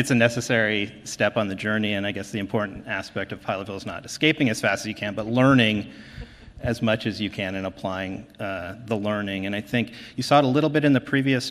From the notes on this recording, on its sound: This podcast presents a panel discussion from the 2019 Mobile in Clinical Trials conference.